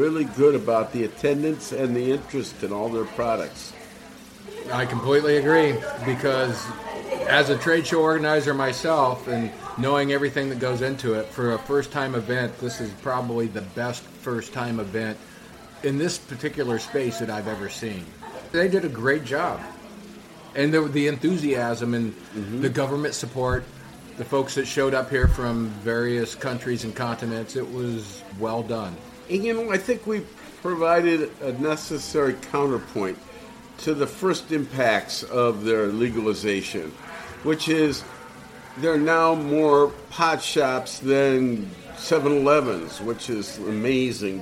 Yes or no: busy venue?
yes